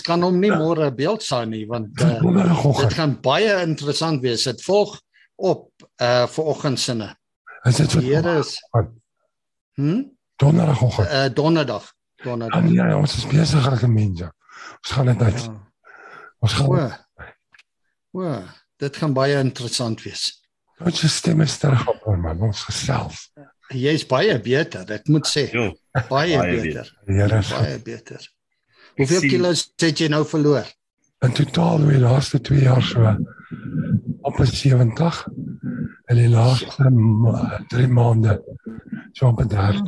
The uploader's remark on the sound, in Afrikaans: Manne van die Woord Zoom Byeenkoms 15 Maart 2022